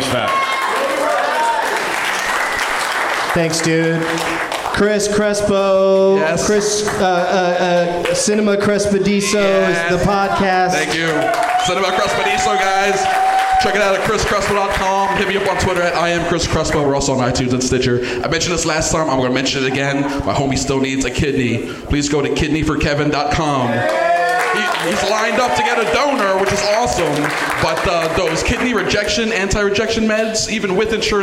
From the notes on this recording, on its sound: Live from The Improv in Fort Lauderdale